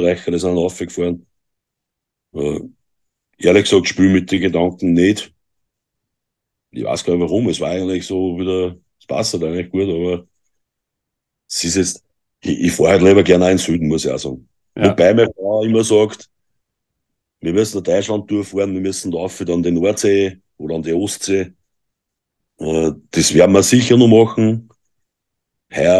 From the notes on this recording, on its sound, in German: Wir haben uns über Zoom getroffen!